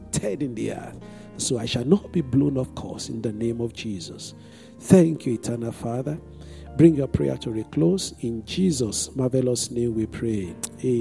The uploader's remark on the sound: This Sunday Service message preached. Fountain of Love, RCCG Aberdeen, UK.